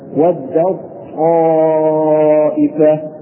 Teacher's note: ننطق أيضا للطاء مشددة ونحذف التاء ود الطائفة.